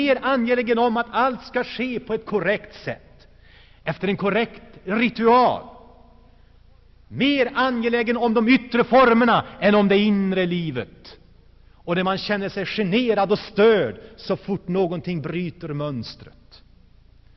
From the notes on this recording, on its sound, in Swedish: Inspelad i Saronkyrkan, G&#246;teborg 1984-11-18.